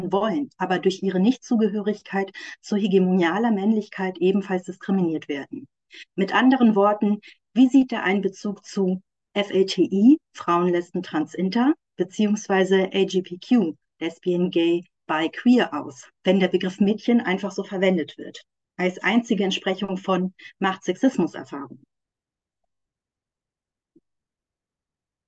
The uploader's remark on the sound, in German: Ein Mitschnitt aus der Online-Vortragsreihe des feministischen Wissenschaftskollektivs „Zwischen Institution und Utopie“.